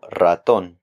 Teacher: The letter R, if it comes at the beginning of a word, will be trilled or rolled.